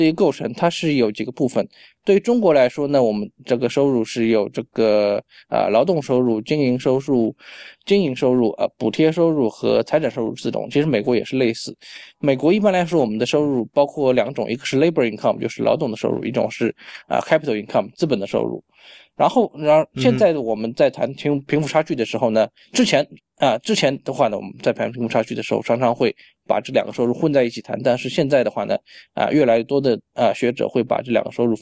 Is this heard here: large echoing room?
no